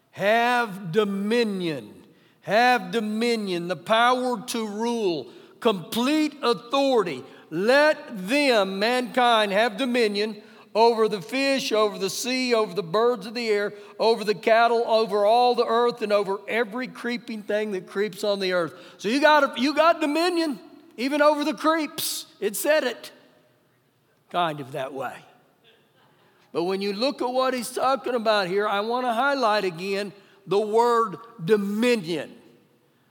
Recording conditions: live audience